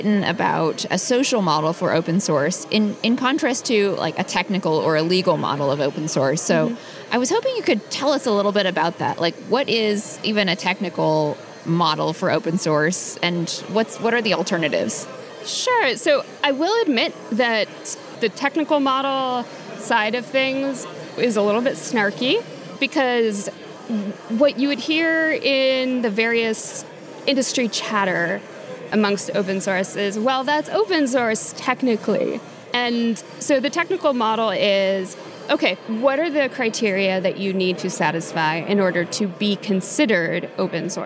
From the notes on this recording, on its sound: In this episode of The New Stack’s On the Road show at Open Source Summit in Austin.